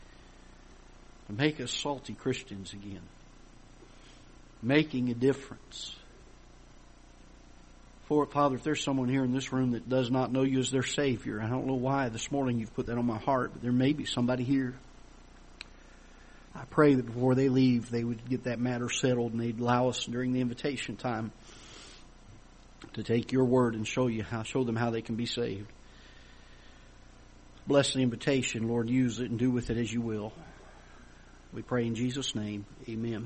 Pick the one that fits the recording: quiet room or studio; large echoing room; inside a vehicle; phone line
large echoing room